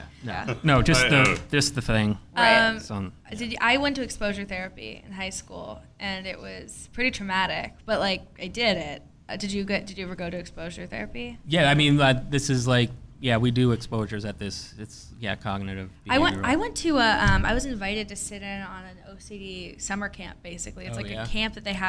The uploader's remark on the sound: Live from Astoria Coffee. With a live show for Mental Health Awareness Week.